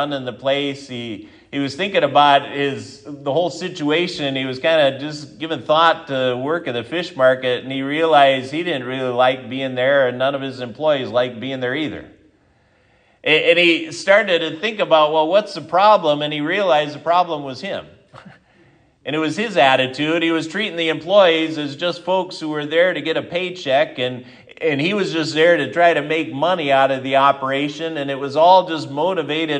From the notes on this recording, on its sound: This is the sermon from Sunday Sept 3, 2023 at Triumph Lutheran Church, Ferndale, Washington